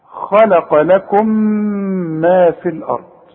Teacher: التقت ميم ساكنه بميم متحركه فبندغم هنا ولازم نغن بمقدار حركتين · Term: الادغام